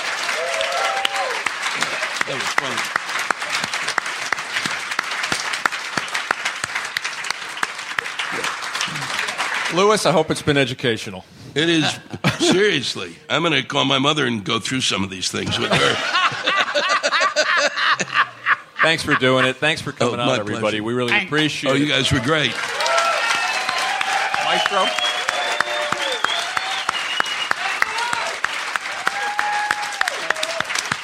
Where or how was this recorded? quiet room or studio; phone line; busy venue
busy venue